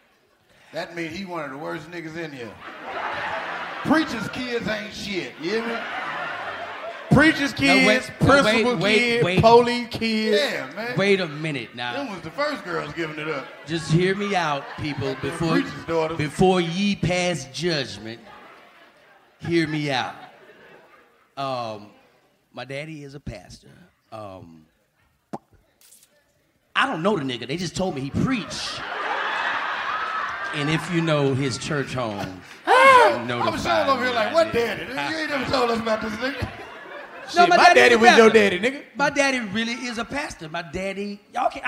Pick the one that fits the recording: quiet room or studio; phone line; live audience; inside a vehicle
live audience